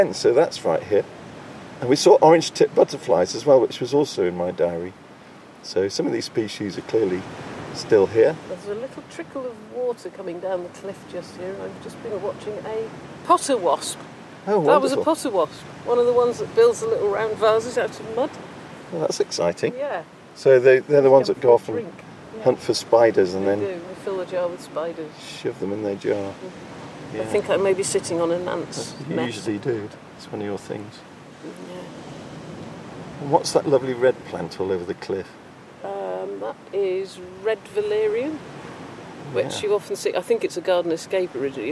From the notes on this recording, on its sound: Exploring the wildlife and soundscapes of Start Point and Slapton Ley, both of which lie along the south coast of England, in the county of Devon. Start Point is one of the most exposed peninsulas on the English coast, whereas the nearby Slapton Ley is the largest natural lake in south-west England, and a National Nature Reserve.